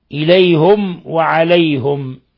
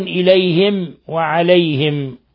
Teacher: لفظ إليهم وعليهم بضم الهاء · Shown in: first take